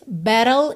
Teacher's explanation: na primeira vez, battle, ele usou rarará para esses T's.